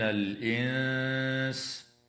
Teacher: وتخفى النون الساكنة عند السين مع الغنة في كلمة الإنس مع مراعاة ترقيق الغنة